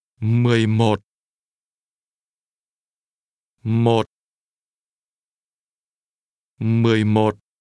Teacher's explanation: When saying 1 or 11, the number 1 is pronounced with a low, falling, broken tone.